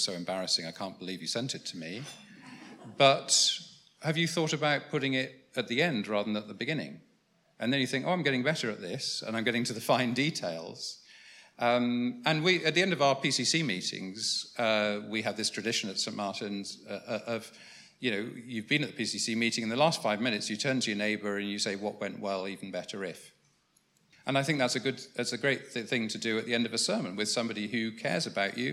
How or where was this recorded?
busy venue